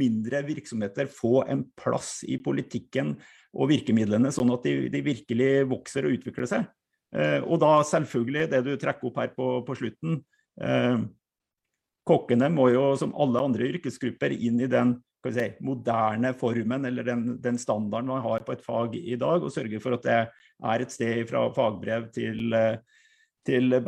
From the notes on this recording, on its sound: Live Zoom.